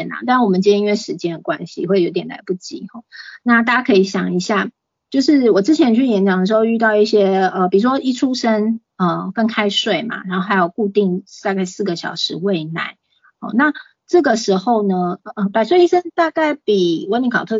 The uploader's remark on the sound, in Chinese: 此為線上課程錄音檔！